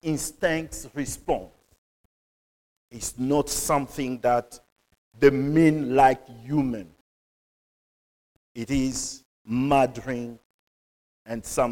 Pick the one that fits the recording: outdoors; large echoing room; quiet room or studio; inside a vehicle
large echoing room